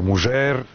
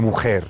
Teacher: zadržava neke morfološke osobine predklasičnog španskog tipa dž, ž, š, što su sve foneme koje su u savremenom španskom reducirane na h. Znači, na ladinu se kaže mužer, modernom španskom je mujer.